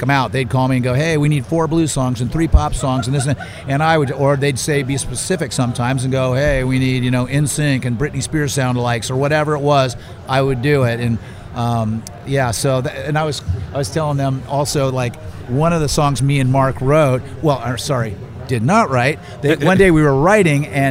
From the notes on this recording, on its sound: Recorded live at the NASHVILLE ROCK ‘N’ POD EXPO 2023.